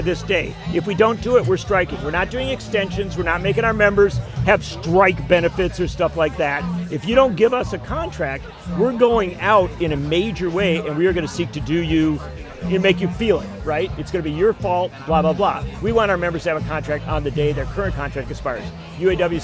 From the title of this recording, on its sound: Live from LaborFest 2023